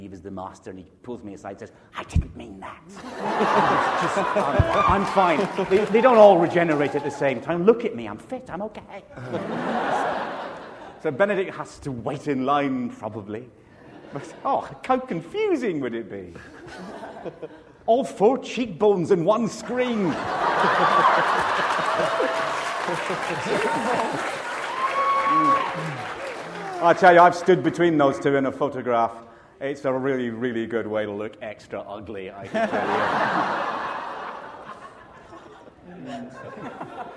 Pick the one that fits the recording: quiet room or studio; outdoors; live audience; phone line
live audience